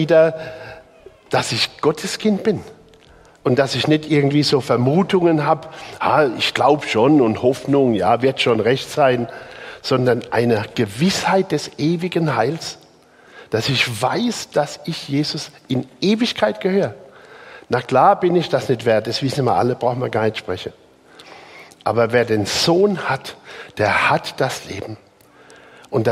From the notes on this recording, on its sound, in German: Die Predigt aus dem Gottesdienst